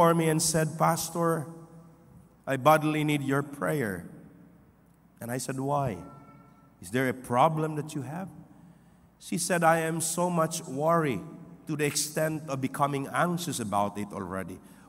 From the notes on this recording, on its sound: This podcast was recorded live last May 14, 2023 at Zamboanga City Alliance Evangelical Church.